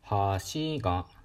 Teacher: 川にかかってる方は「橋が」ですね「引く」「たか」「引く」とで、えー、端っこの方は「橋が」で「引く」「たか」「たか」とこうなっていますで、もう一つ、ルールです。えー、このね、あの、アクセントが一回下がると、もう上がることはないんですね。なので、引く、引く、高、引くとなったら、そこからまた高い音は現れることがありません。っていうことが、まあ、そういう単語はないというルールになっています。もしですね、えー、一度下がって、でまた高い音が出てきたとしたらそれは別の単語まあ単語じゃないんですけどもっと言う単語よりちょっと大きい、えー、まあ、ひとまとまりと言っておきますねここでは、えー、単語よりさらに大きいひとまとまりっていうことなんですけどもし音が